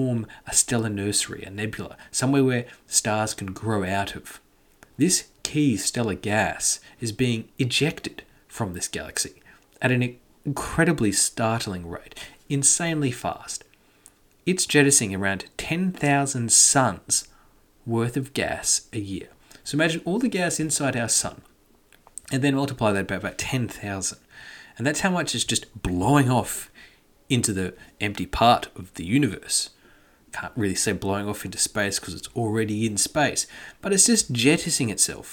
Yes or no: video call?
no